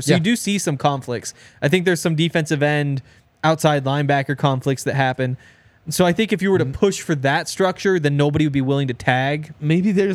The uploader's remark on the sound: coming to you LIVE from the DNVR Bar